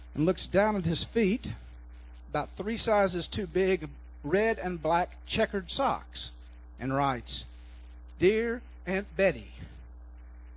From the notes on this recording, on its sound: recorded during our recent citywide Thanksgiving Service, hosted by the Lake Granbury Ministerial Alliance at Generations Church